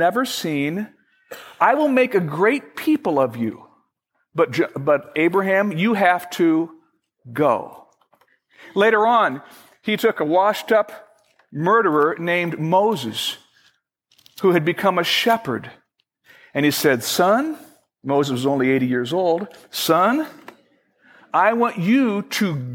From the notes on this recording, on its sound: Originally recorded on May 15, 2011, at Fellowship Missionary Church, Fort Wayne, IN.